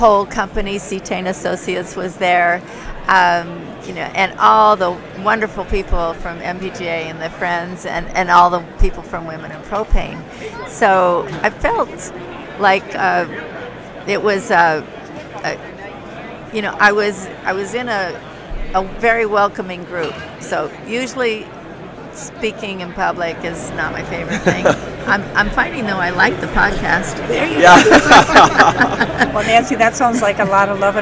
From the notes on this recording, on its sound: This podcast was recorded on the show floor of the NPGA SE show in Nashville, TN.